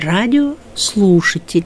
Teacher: Слушатель мы больше выделяем, радио меньше, но все равно выделяем.